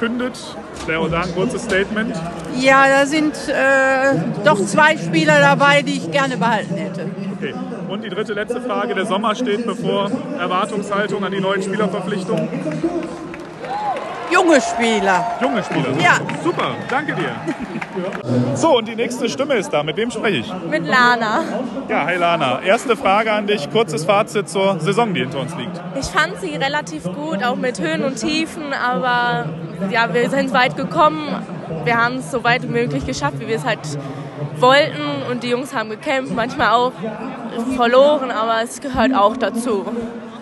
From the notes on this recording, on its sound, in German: war auf der Saisonabschlussfeier im Dome mit dem Aufnahmegerät unterwegs und hat ein paar Stimmen eingefangen.